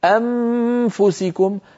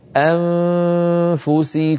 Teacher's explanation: وقفلتها على الشفة السفلى فصار الصوت كالميم، وليس إخفاء النون هكذا. إخفاء النون عند الفاء أن تهيئ فمك على مخرج الفاء من غير ضغط · Shown in: second take